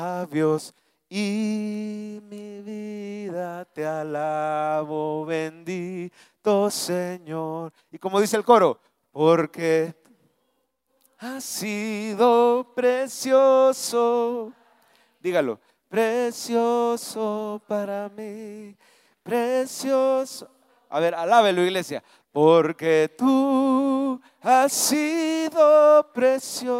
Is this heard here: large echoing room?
yes